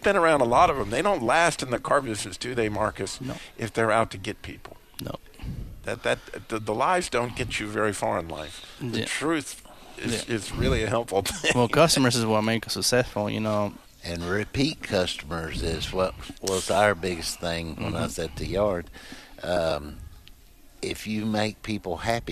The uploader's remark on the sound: Today's episode is from the Truth Live Day at Modern Chevrolet in Winston Salem NC.